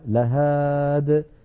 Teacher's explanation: حذفت الياء من آخرها على نية الوصل فنقف عليها لهاد